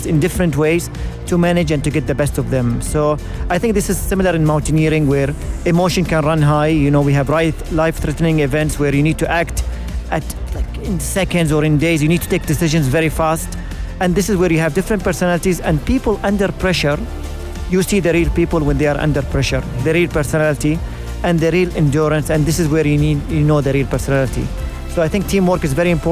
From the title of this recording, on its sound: Live from SEF 2024